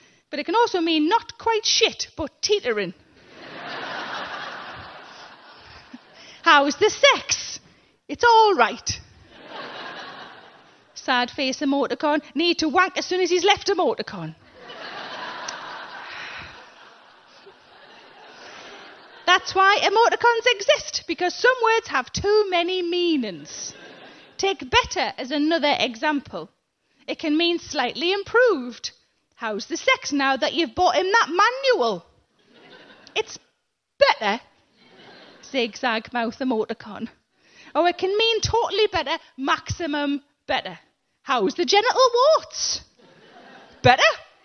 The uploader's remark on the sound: In Cambridge for a chat about all sorts of stuff from confidence to class, as well as some questions from the audience.